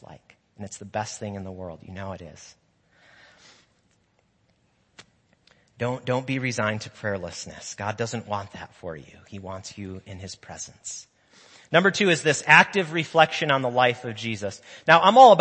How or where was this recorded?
large echoing room